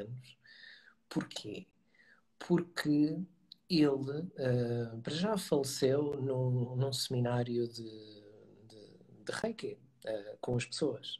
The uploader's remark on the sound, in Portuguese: Conversa Live IG